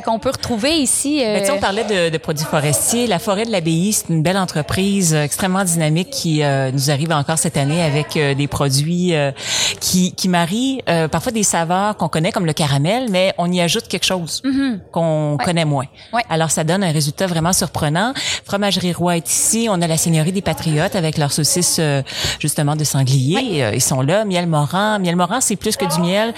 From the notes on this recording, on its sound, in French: en direct de la scène Goutez Lanaudière des Fêtes gourmandes